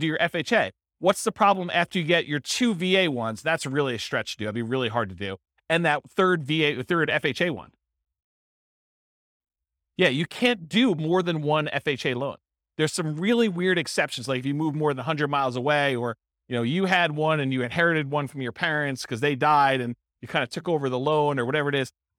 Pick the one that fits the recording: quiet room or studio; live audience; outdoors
live audience